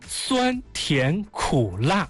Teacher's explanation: 这一个成语当中四个声调都具备，并且它是按顺序来的 · 第一个字是第一声阴平，对，第二个字是第二声阳平，第三个字是第三声上声，第四个字是第四声去声 · Term: 阴阳上去